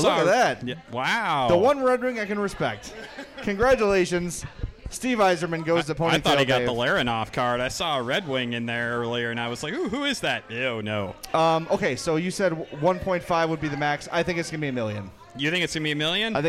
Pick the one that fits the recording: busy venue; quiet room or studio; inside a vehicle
busy venue